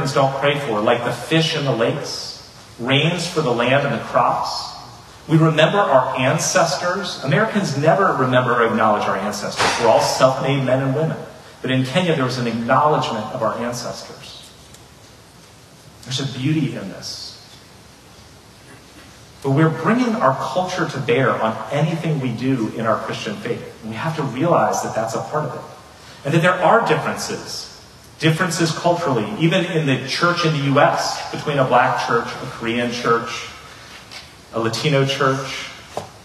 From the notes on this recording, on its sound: Unfortunately, the audio file of this sermon was corrupted, a lower quality audio was able to be produced from the Facebook Livestream.